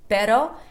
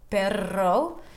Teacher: the first one is really light, pero, and the other one is a trill, perro